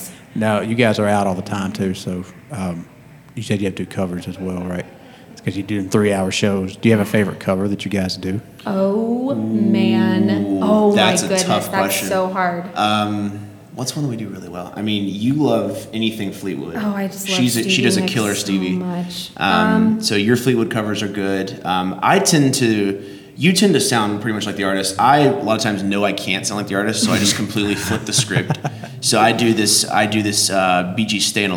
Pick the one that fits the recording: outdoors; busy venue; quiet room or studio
busy venue